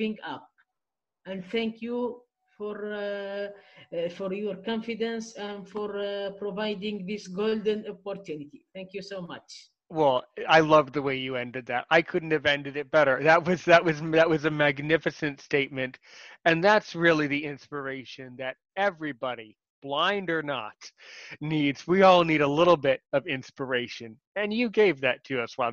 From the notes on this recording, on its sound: My first episode that I ever recorded, using, “Zoom.